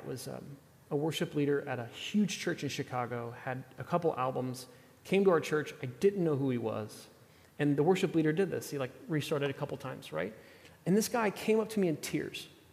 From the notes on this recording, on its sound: at The Table worship gathering on Sunday, July 16th, 2023.